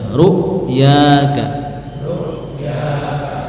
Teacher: Khusus huruf hamzah, ya, dia akan tetap di sini. Ru' ini akan tetap merapat, ya, makhrajnya.